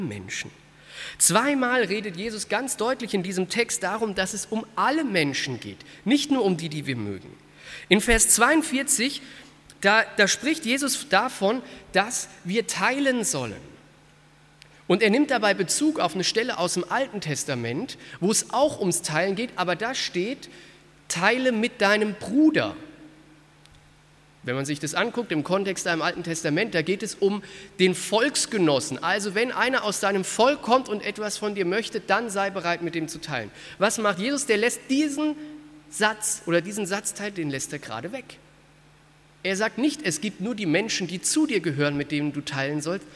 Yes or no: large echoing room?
yes